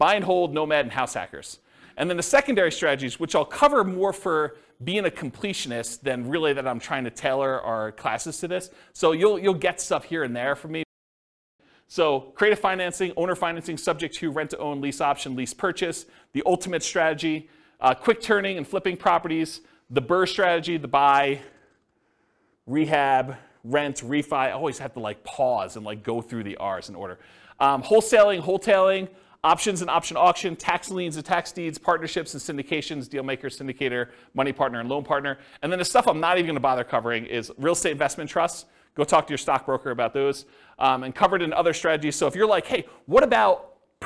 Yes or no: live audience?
yes